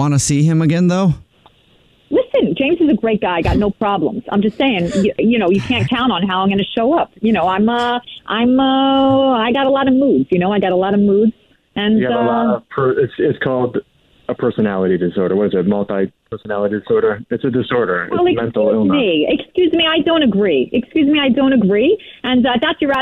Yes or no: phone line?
yes